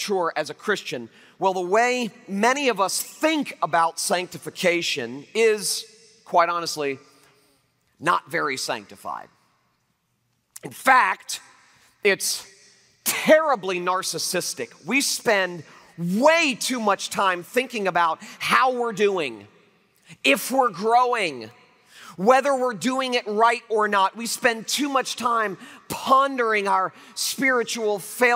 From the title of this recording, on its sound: Liberty University Convocation, 2012